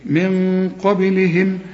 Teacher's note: النون بعدها قف، القف من حروف الإخفاء في غنة مفخمة هنا